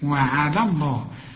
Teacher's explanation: لفظ الجلالة هنا المفتوح مفخم، انما وعلى مرققة